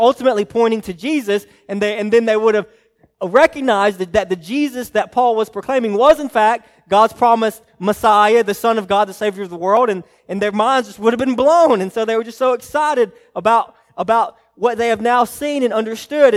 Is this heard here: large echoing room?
yes